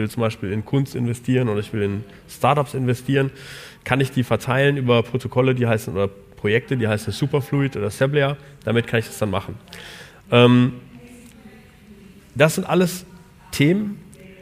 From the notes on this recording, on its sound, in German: Diesmal eine Live Show von dem Digitale Leute Summit in Köln.